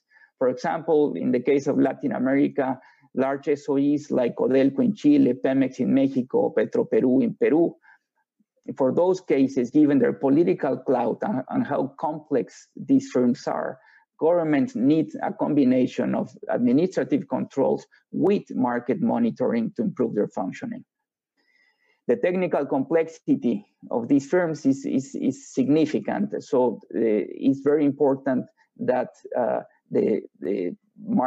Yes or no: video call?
yes